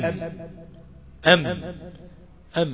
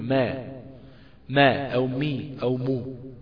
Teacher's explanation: فحصل تصادم بين عضوي النطق ولم يحدث بعدها تباعد · Shown in: first take · فضل تصادم واستقر الوضع ده في السكون حرف الساكن.